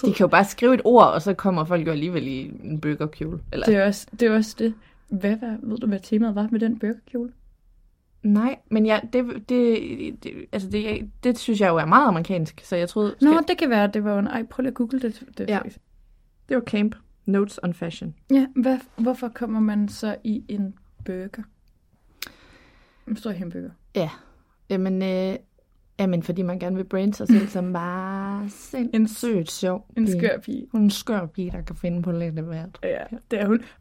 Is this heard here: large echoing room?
no